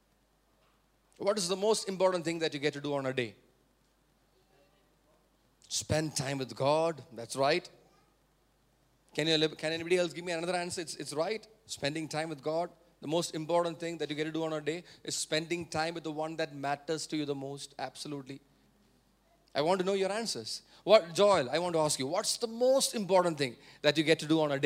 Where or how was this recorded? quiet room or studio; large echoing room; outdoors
large echoing room